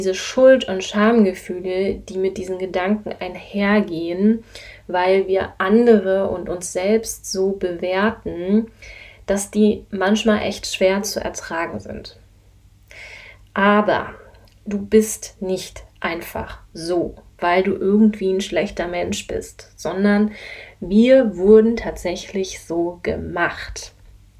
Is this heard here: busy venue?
no